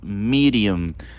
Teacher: Repara que o D ele faz um som de R